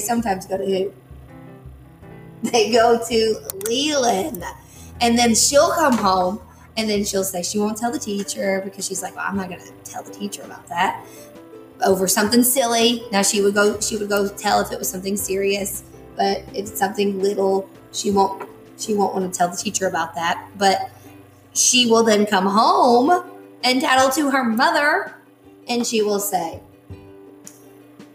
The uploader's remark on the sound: I apologize for the loud noise in the background. I think we have it figured out, so it will hopefully be fixed tomorrow.